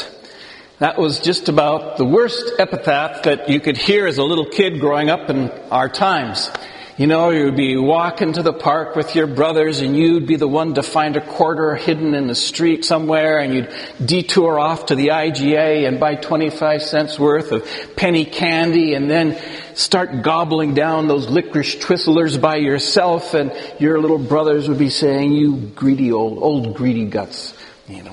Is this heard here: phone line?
no